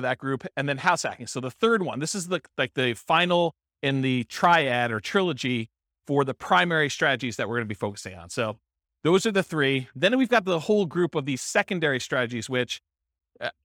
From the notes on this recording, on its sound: This was a live class recorded